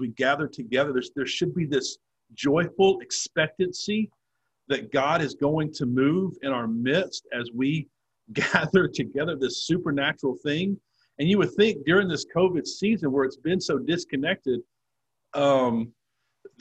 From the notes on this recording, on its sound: In this session on Zoom